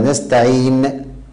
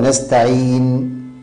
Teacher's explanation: يراعي القارئ سكون النون دون غنة زائدة ودون قلقلة لها · Shown in: second take